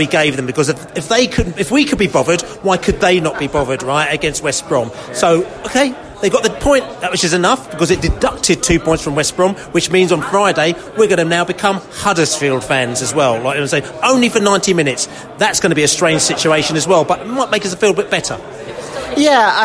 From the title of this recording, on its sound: post-match podcast from the pub